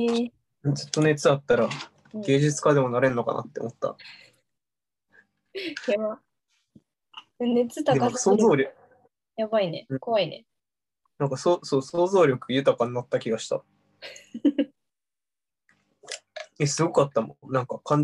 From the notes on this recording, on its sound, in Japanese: 相方がコロナに感染したので、療養ホテルから初リモート収録です。